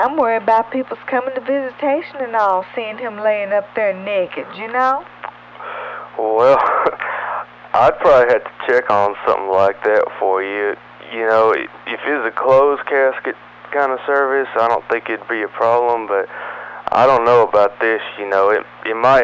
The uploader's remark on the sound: Prank Phone Calls